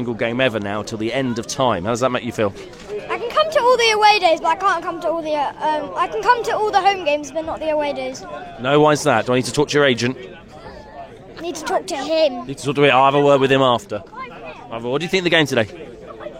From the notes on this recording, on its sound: We gauged the reaction outside the stadium. Are at the Pear at Parley to go over the 2-2 draw.